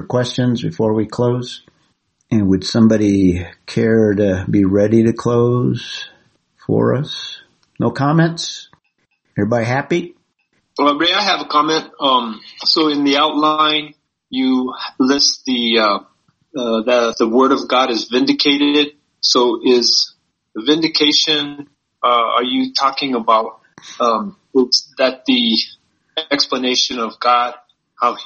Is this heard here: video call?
yes